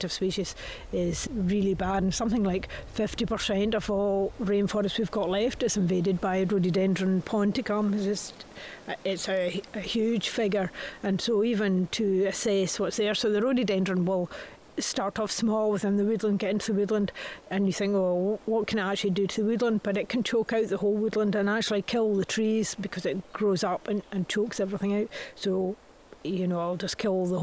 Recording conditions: outdoors